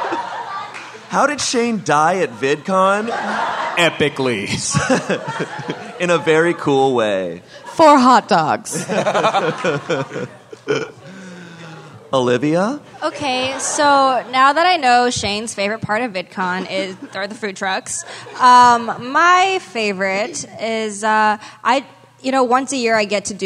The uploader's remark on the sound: This live SmoshCast was recorded at VidCon 2019.